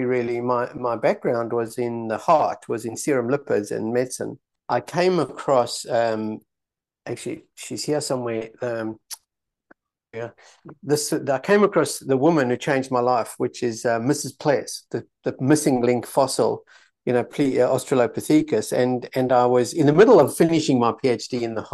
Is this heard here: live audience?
no